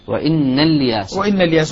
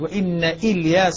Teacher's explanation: طيب ابن ذكوان هنا، ابن ذكوان الذي مرمزهم بالميم يقرأ بخلاف عنه وإن إلياس وإن الياس بحذف الهمزة في الدرج، جعلها همزة وصل، همزة وصل. · Shown in: first take · وإن الياس، وإن الياس، وإذا بدأ بها قطع إلياس عند البدء بها كحكم همزة الوصل دائما.